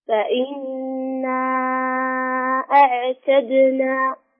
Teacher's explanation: نحاول أن نضغط على العين شوي، ما نحركها حتى لا تكون هناك فيها شيء من القلقلة أو يكون الحرف تحرك.